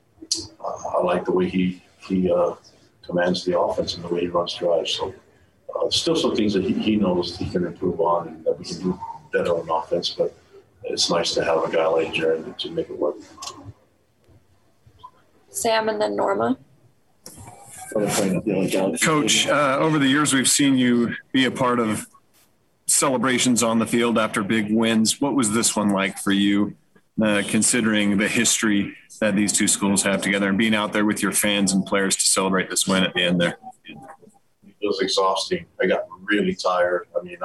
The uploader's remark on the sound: Postgame Press Conference